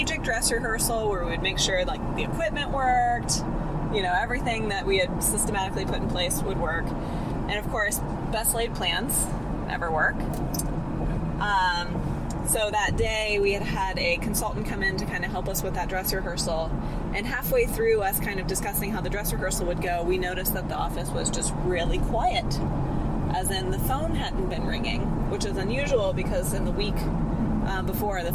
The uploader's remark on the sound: The day before the Open House of Integrative Dental Wellness. While driving home from an intense implant CE course.